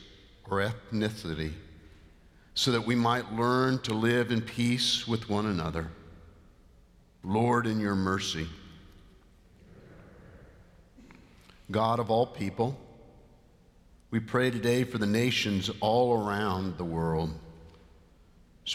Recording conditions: large echoing room